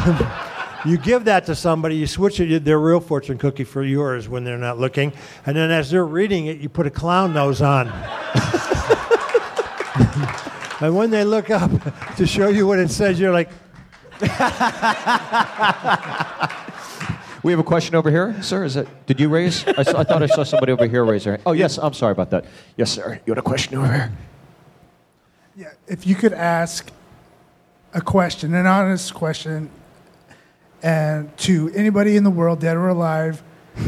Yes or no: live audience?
yes